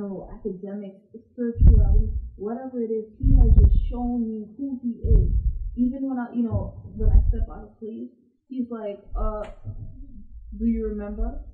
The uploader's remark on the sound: Turn up your sound to the highest, we apologize for the low volume